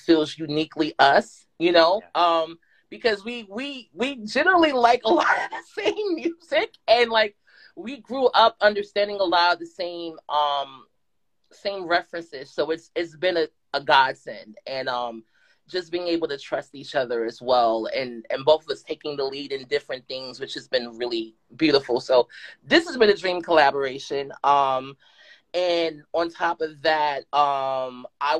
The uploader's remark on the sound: This preview discussion took place on The EveryMAN Project 's Instagram Live on 11/11/22.